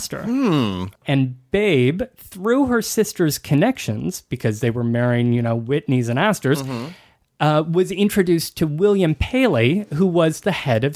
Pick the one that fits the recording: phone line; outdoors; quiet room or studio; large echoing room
quiet room or studio